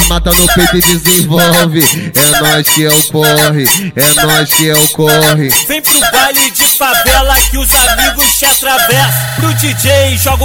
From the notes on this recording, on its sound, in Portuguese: MEGA AO VIVO NO BAILE DO CDB.